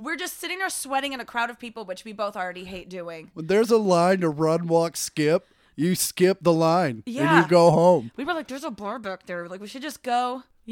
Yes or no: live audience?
no